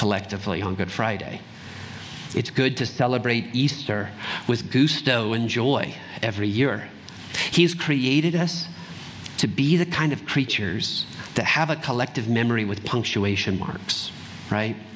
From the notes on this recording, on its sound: Trinity Anglican Church Littleton, CO.